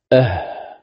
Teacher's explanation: فالهمزة والهاء من أقصى الحلق